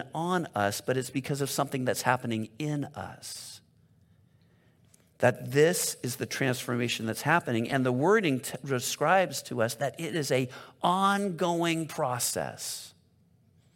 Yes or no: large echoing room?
yes